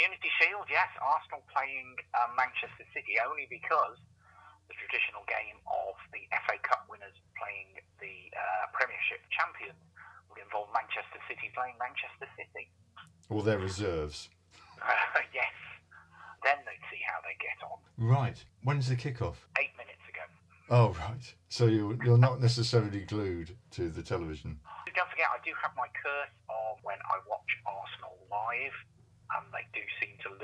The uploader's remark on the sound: Phone in edition. The phone-in programme.